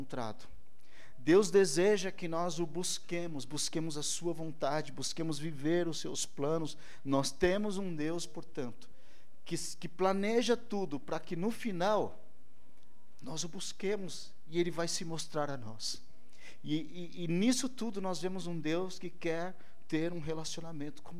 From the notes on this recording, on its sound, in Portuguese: ÁUDIO DO CULTO